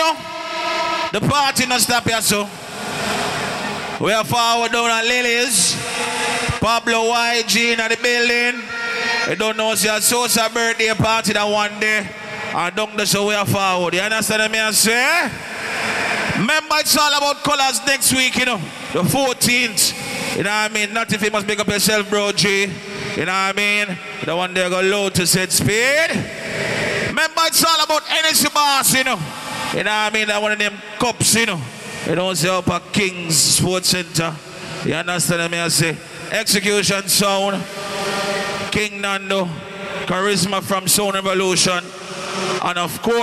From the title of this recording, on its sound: Street Vybz - Cayman Islands 7/7/23 (LIVE AUDIO)